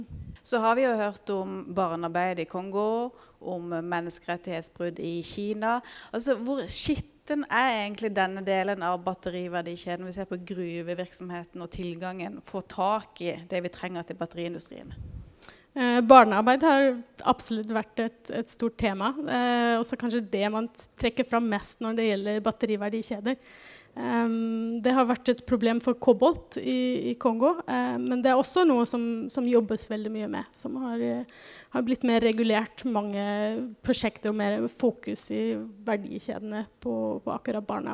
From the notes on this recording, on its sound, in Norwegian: Denne podkastepisoden er en live-innspilling fra Energiseminaret 2023 på NMBU.